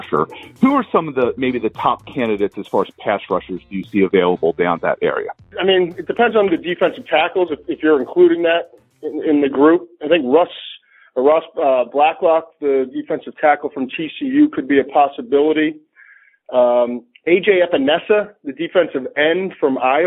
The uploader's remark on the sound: NFL Draft teleconference